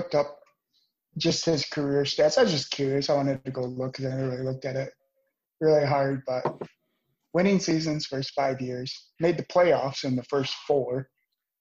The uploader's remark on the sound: all done virtually through Zoom!